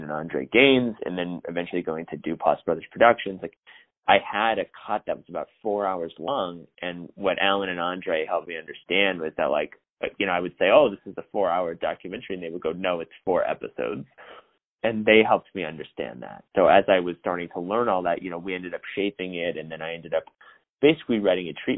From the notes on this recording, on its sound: On the phone.